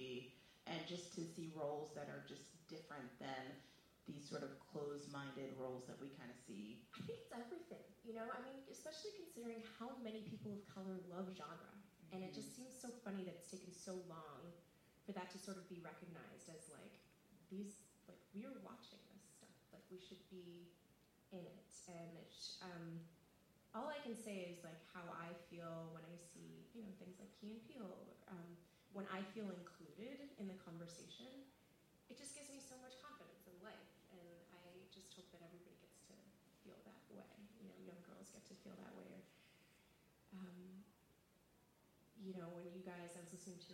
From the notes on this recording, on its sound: Live at SXSW. We host a live recording during the SXSW Podcast Stage. Along with a brief Q&A from the audience.